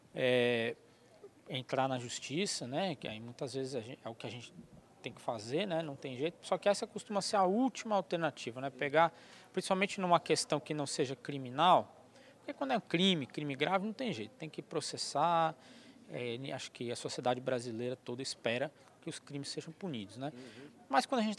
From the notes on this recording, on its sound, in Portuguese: gravado durante o “Diálogos Boi na Linha”, promovido em Marabá, pelo Instituto Imaflora